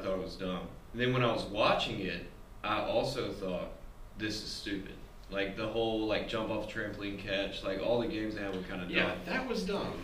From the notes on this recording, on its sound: We forgot to plug in the mics.